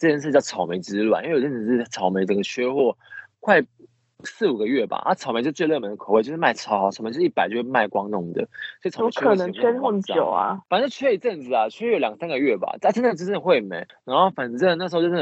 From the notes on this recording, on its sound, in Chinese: 麻辣DoReMi首次嘗試遠距錄音。所以音質會有點跟往常不太一樣 有點像在跟朋友講電話的感覺～～ 下集之後就會回歸正常！